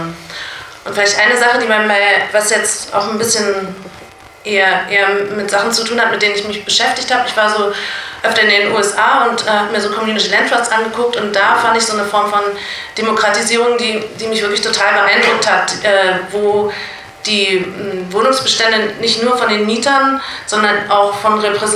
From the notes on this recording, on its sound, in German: Mitschnitt des Teil der drei der Veranstaltungsreihe "Rotes Berlin" der Stadt-AG der Interventionistischen Linken Berlin vom 10.01.2018